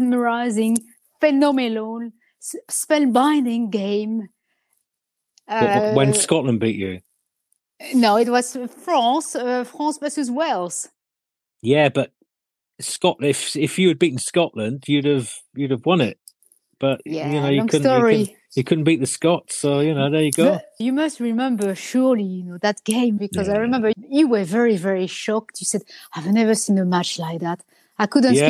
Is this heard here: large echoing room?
no